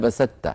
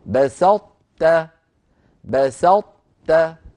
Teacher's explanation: أدغمت الطاء في التاء ولكن إدغاما ناقصا · Shown in: second take · بمعنى أننا نطبق المخرج على طاء ونجافي من غير قلقلة، · Term: إدغام ناقص